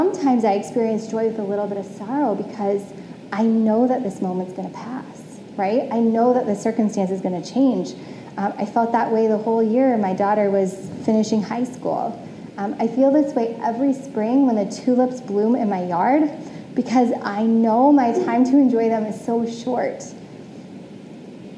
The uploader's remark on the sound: Originally preached on January 16, 2022, at CityChurch in downtown Iowa City.